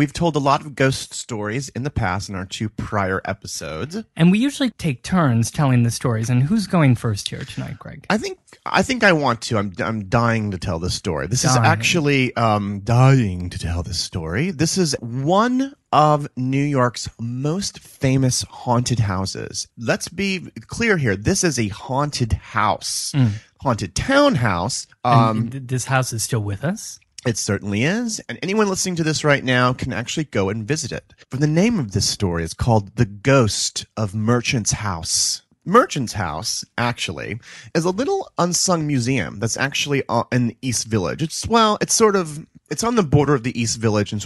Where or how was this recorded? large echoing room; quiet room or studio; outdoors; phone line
quiet room or studio